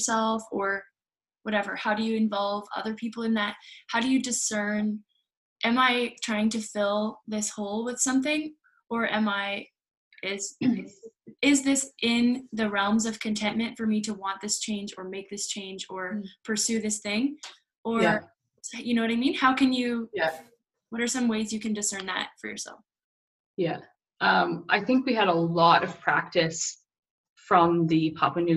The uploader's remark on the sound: First Zoom interview was more than a success!